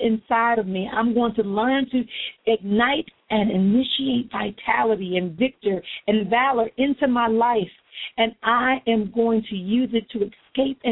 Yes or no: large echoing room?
no